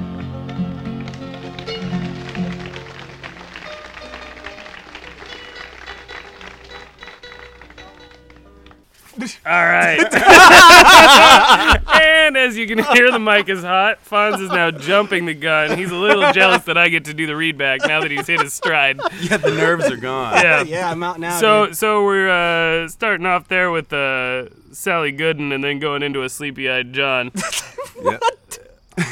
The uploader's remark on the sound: outdoors on Easter Sunday, April 20th.